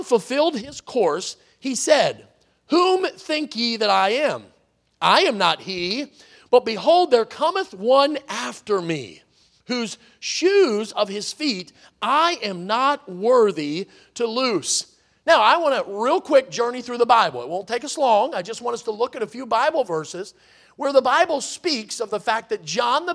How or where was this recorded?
large echoing room